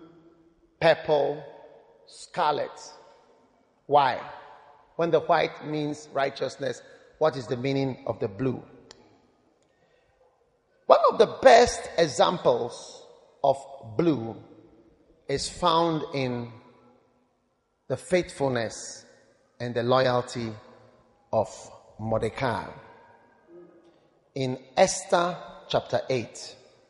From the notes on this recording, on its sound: Preached at Lighthouse Chapel International, Nyarnyano Cathedral.